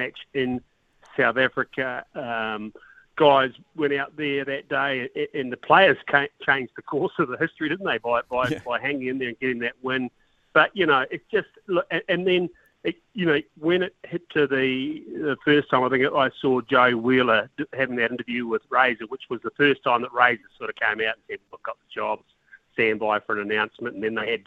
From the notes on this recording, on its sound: Down in Christchurch as he attends Turf Day hosted by PGG Wrightson Turf. Goes to the phone and text lines to see what the listeners had to say.